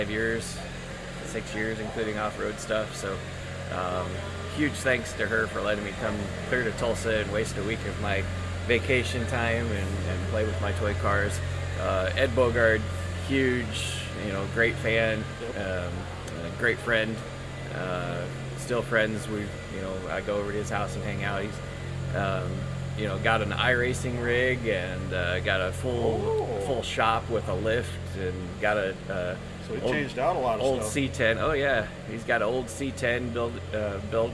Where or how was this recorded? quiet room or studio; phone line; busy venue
busy venue